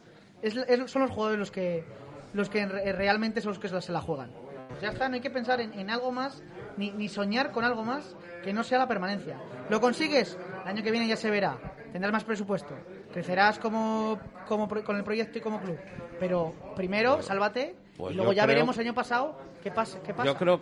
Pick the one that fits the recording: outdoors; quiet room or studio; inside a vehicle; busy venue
busy venue